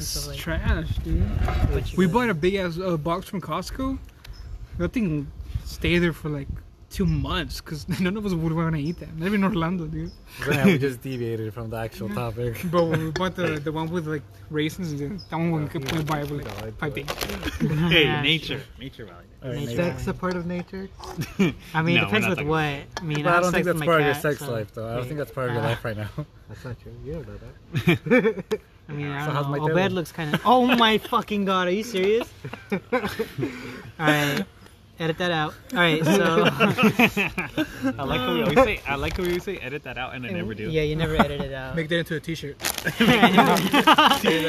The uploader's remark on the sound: We sit outside and record an episode